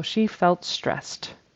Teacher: It's just one syllable in that particular word, that ED becomes a T, which is unvoiced like the S that stress ends with.